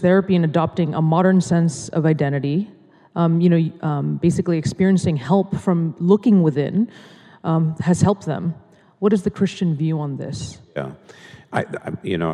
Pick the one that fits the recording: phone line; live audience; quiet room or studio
live audience